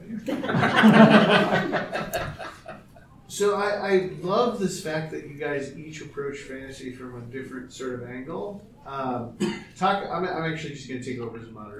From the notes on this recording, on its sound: Recorded live Saturday – Panel Room 1 11:00 am-12:00 pm